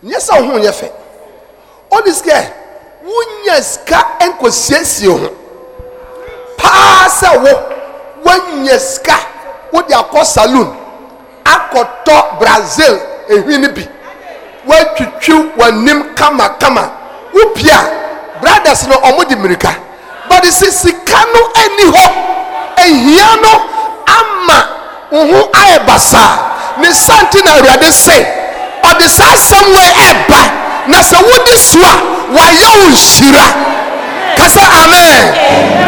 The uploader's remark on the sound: Preached at Anagkazo Assemblies Cathedral